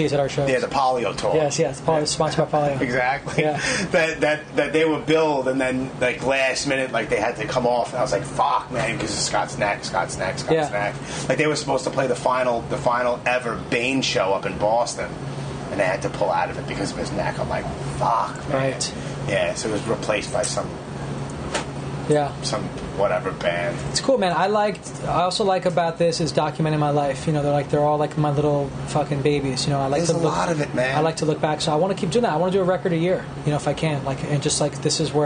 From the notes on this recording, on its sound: "Puffy's Tavern" in Tribeca, NYC. The place was packed so, we called an audible and went "Live from the Basement at Puffy's Tavern". Even if the recorder was balancing on a barstool while we stood around it, we made it happen!